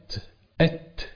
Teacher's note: يعني في انفتاح في الاوتار الصوتيه، يعني مفيش هزه في الاوتار الصوتيه · Term: الهمس